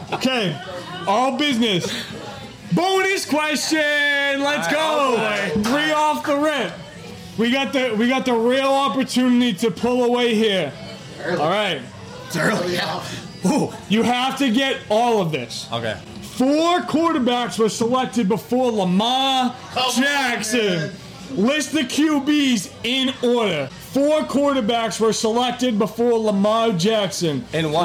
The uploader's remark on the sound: LIVE at Christine's Sweet Shop we host our NFL Trivia.